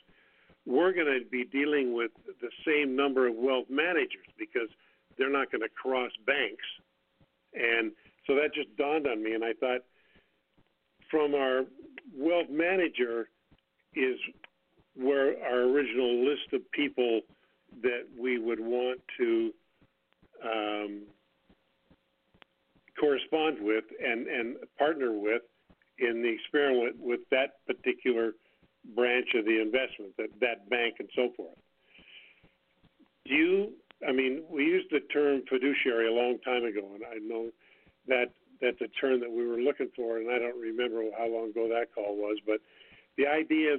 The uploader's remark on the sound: TNTSuperfantastic Conference Call